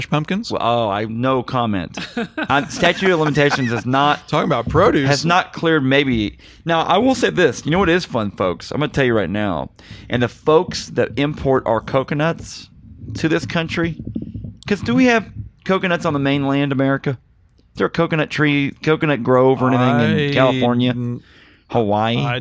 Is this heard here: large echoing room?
no